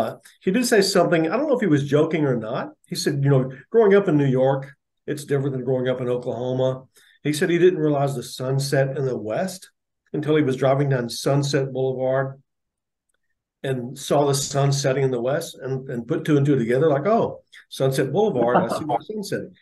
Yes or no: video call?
yes